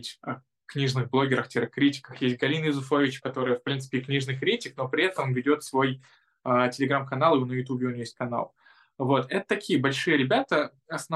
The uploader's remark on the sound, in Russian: Zoom_подкаст